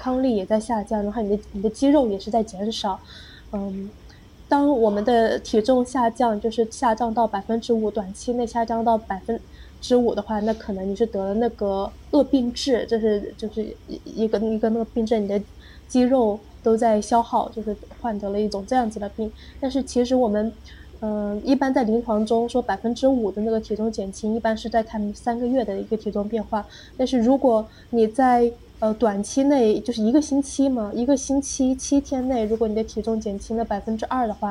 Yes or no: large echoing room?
no